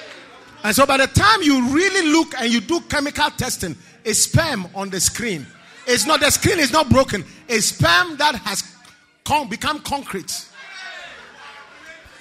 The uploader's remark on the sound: Preached at the UK DaniePaul Conference 2022